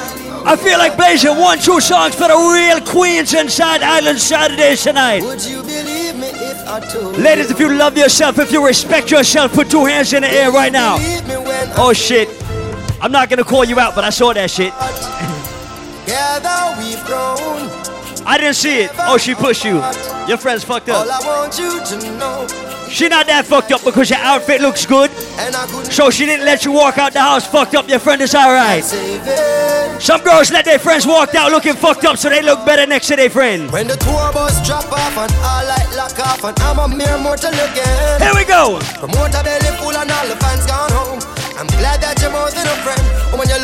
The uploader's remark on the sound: LIVE AT ISLAND SATURDAYS - DEC 12, 2K15